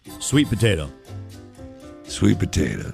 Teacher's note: I think I emphasize potato.